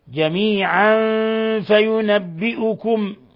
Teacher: تنوين فتح جاء بعدها الفاء، الحكم التجويدي إخفاء حقيقي